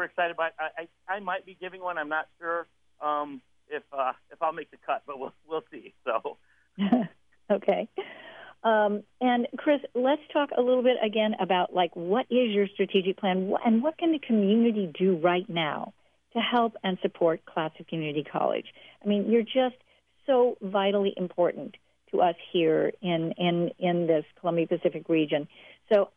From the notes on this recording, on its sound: interview